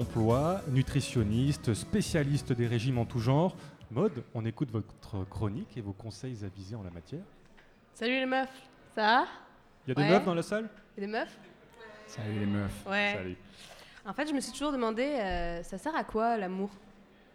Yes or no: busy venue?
yes